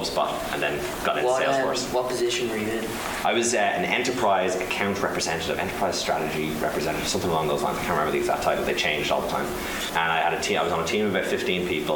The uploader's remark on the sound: this was recorded on the 4th of March in front of a live audience, so beware of the subpar sound quality